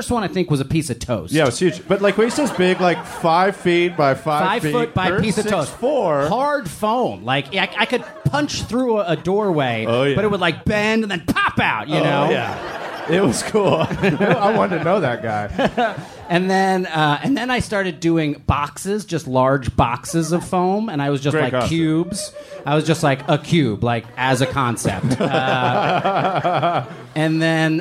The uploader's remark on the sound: It's Bananas live from the Dynasty Typewriter in LA!